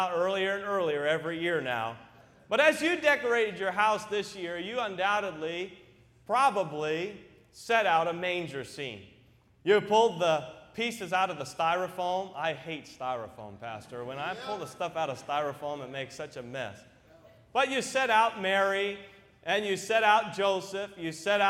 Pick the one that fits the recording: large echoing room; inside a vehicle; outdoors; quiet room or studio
large echoing room